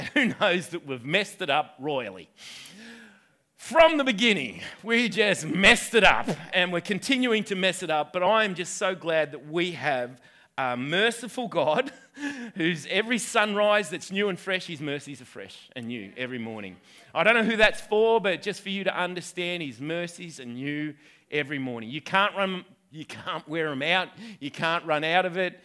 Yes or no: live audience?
yes